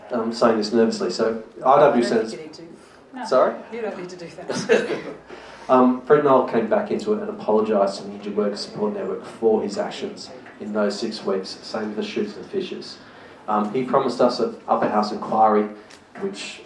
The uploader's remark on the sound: Politics in the Pub. Speakers also respond to questions from the audience.